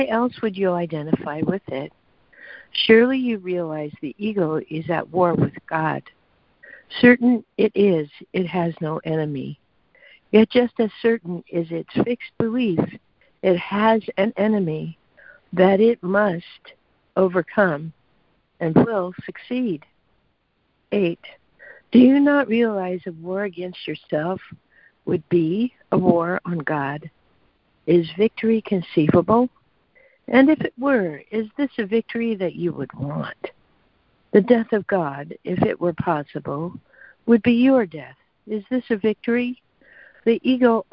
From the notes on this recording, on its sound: ACIM Daily Conference Call.